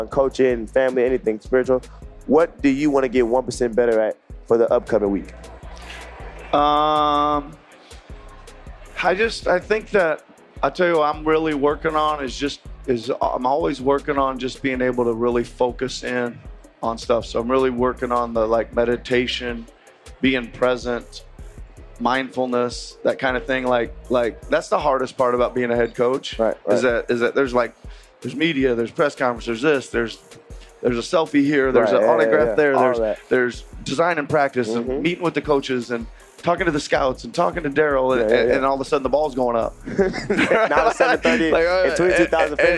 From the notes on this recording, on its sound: LIVE from NBACon at Summer League